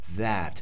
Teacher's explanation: wie ein englisches TH aussprechen und zwar wie ein stimmhaftes, also wie in that.